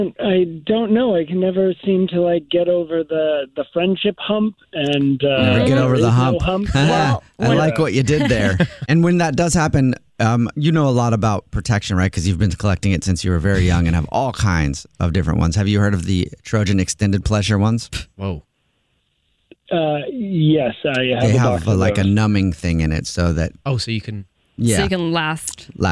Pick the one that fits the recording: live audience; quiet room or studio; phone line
phone line